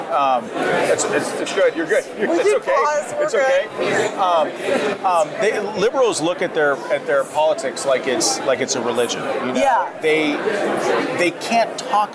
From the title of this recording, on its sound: Battleground LIVE from CPAC